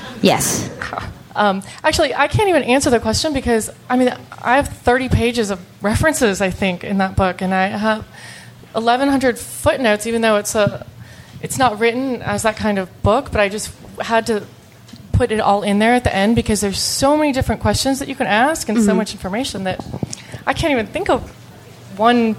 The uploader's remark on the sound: Live from Washington, DC!